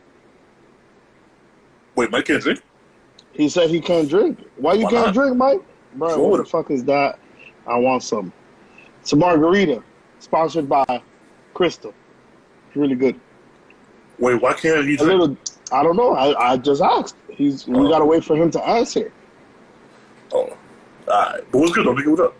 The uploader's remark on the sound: We back and had a recording problem so we decided to record via IG LIVE.